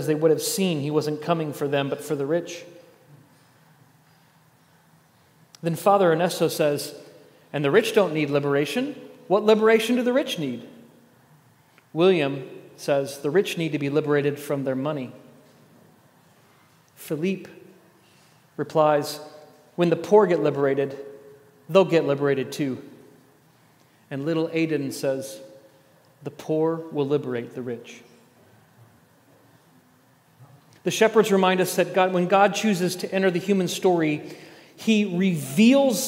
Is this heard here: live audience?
yes